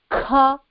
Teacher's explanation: The back of the tongue blocks that throat. And then as soon as it is released, air comes out making either a maha prana or a alpa prana of some consonant, depending on how much effort you put in of the air.